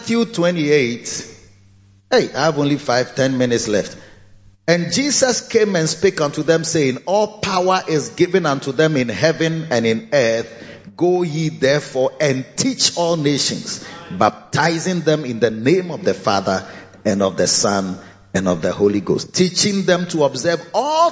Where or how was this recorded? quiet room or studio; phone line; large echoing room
large echoing room